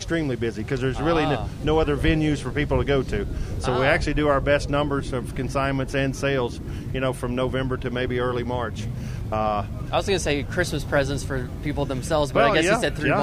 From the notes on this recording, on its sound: LIVE from Caffeine and Octane with Gateway Classic Cars.